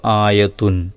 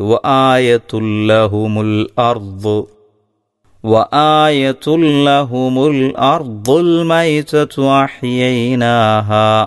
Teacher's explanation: ആ തൻവീനിനെ തൊട്ടടുത്തുള്ള ലാമിലേക്ക് ലയിപ്പിച്ച് മണിക്കാതെ ഓതണം. · Shown in: second take